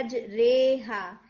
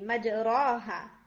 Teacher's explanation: ये जो वर्ड आ रहे हैं ना मज रे हा, ये आप इमाला से पढ़ते हैं · Shown in: first take · that's अलिफ एक्चुअली, मज रो हा।